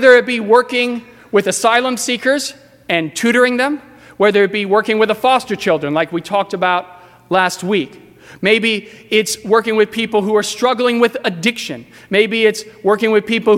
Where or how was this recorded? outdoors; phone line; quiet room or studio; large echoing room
large echoing room